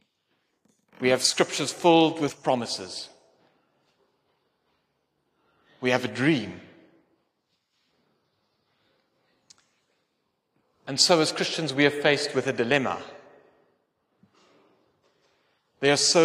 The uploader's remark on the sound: Sermon delivered in Athlone at the Calvyn Protestant Church during a combined service on 22 October 2023.